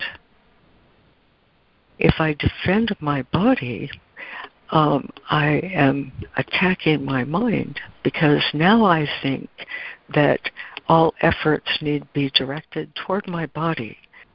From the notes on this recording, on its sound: ACIM Daily Conference Call.